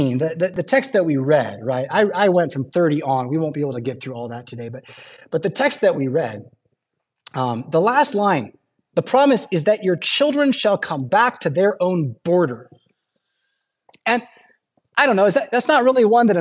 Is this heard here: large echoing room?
yes